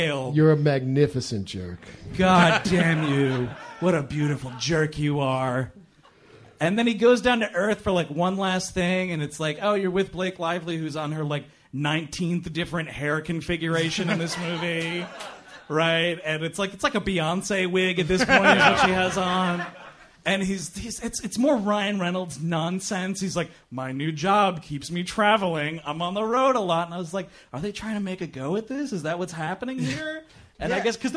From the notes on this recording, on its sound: Recorded live at the Lily Pad in Cambridge, Massachusetts - March 21st, 2015